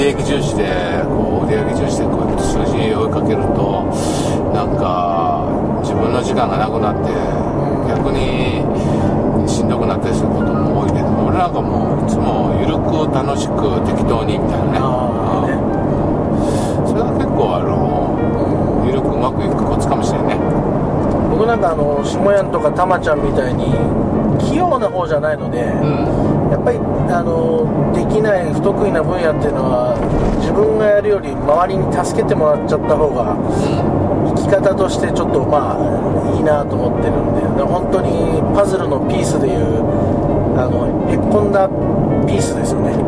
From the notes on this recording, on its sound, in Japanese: ドライビング対談収録をいたしました